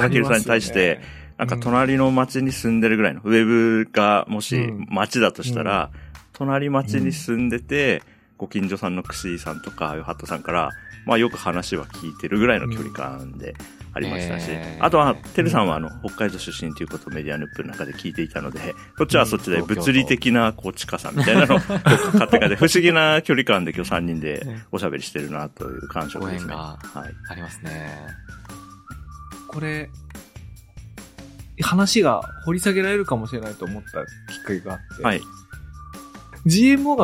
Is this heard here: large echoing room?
no